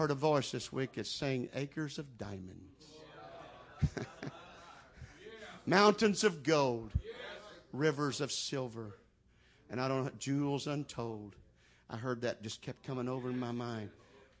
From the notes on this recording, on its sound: Mens Conference 2012 Jennings La